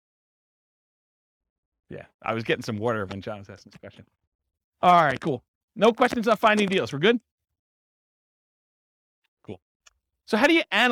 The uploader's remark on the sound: This was a live class recorded